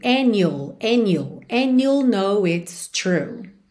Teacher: Aqui é bem interessante para você reparar que and, you'll, ela juntou no N, ignorando o D